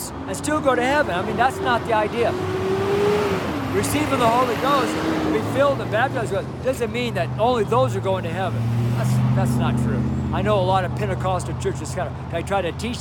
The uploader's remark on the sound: STREET SERMON